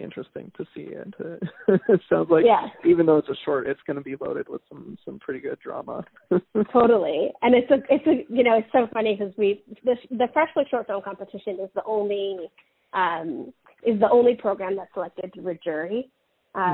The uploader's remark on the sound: chats on the phone